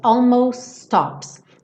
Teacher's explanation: eu tiro o T final do almost e junto os S's